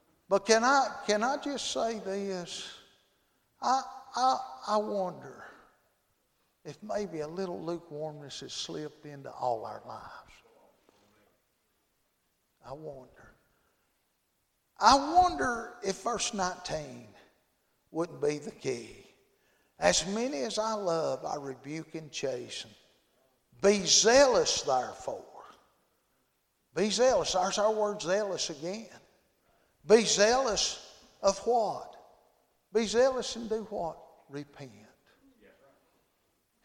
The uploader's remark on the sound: Friday Evening service at Calvary Baptist